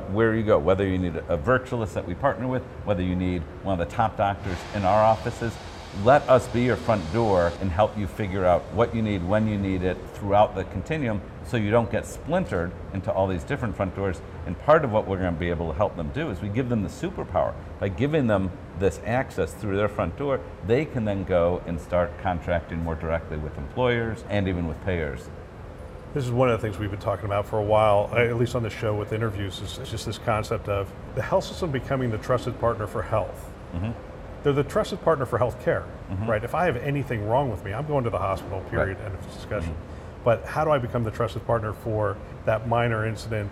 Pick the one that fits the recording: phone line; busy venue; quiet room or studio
busy venue